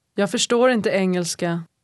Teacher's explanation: Notice how the words inte and engelska blend together